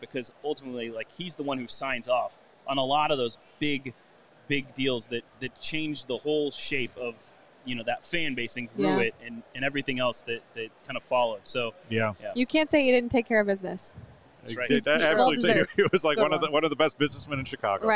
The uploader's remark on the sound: LIVE from the National Sports Collectors Convention!